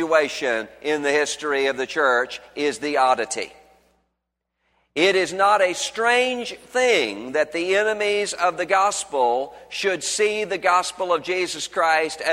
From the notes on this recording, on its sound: was originally preached on Sunday, February 20, 2011 at Highview Baptist Church in Louisville, Kentucky.